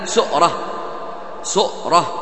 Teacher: فتكون كلمة سورة مهموزة، لأن الهمز موجود في الأصل